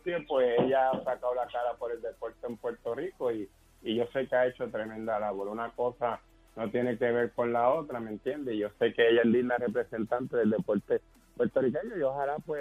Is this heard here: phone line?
yes